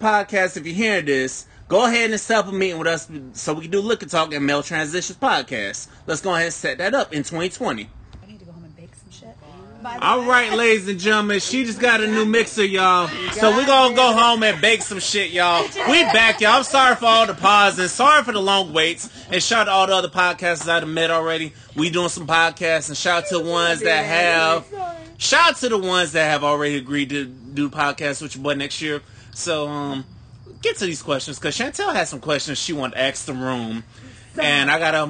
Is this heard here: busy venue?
yes